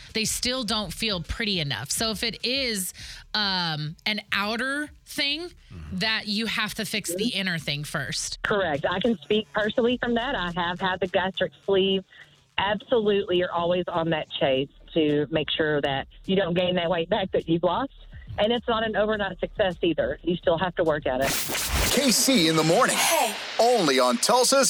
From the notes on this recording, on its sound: opened the phone lines